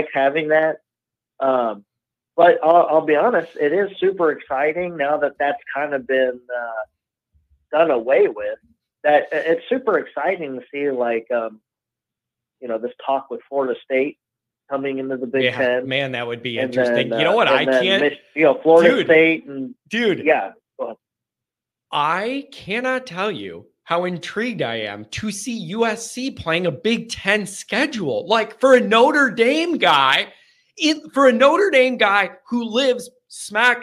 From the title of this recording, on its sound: Call In/Chat LIVE